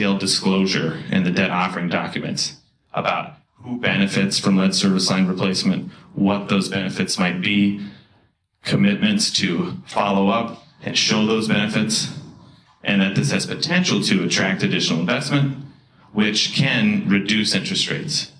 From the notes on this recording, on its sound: This episode features presentations from the event